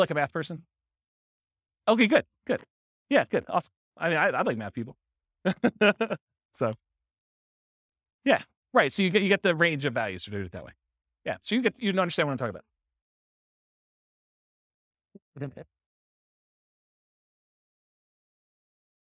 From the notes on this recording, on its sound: This was a live class recorded